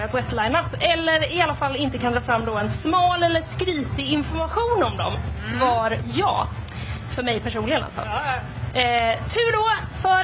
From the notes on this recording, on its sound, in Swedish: Live från WOW. Under Way out west.